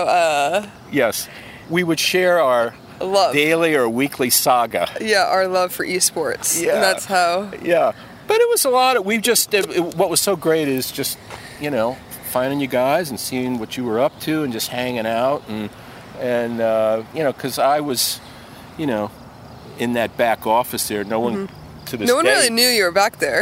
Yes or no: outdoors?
yes